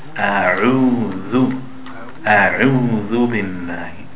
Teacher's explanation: The ayn is from the throat.